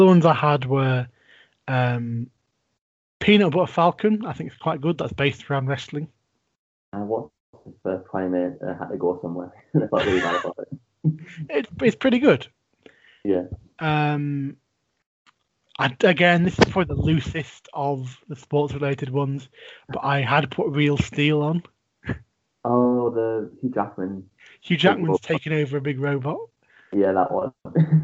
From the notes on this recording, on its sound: our audio has taken a slight drop this week due to a few technical difficulties